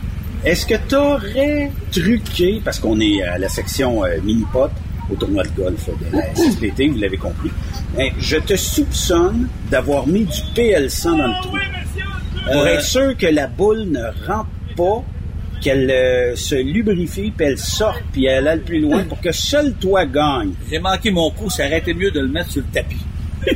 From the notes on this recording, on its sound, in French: Live du Tournoi de Golf SSPT. Que nous avons rencontré au golf de Lévis afin d’amasser des fonds pour la cause de SSPT camionneurs.